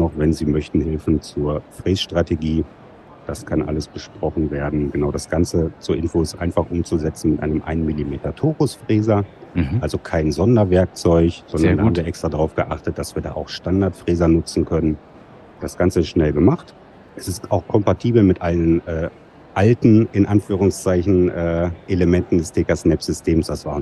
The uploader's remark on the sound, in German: Live auf der IDS 2023 nehmen wir Special Editions von Dental Lab Inside auf.